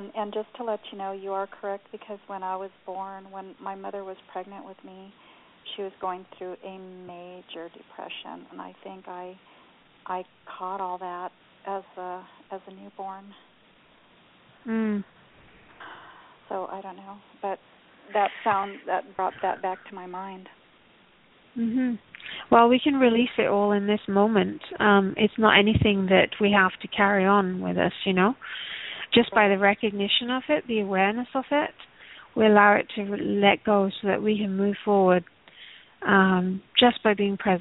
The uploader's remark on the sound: Takes your calls for healing live today!